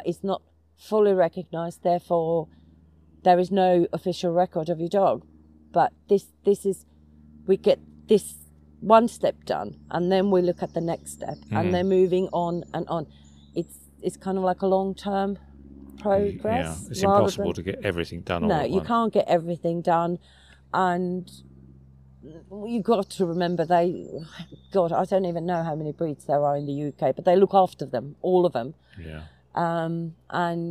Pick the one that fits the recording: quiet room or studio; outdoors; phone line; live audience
outdoors